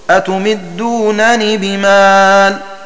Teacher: بنونين خفيفتين الأولى مفتوحة والثانية مكسورة أتمدونني بمال. · Term: عدم الإدغام